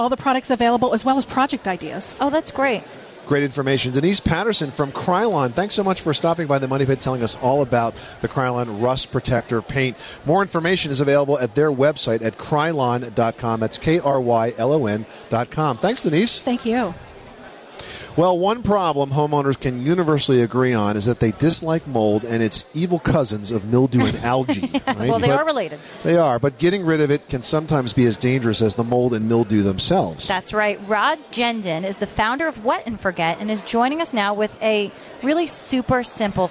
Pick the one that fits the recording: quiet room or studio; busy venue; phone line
busy venue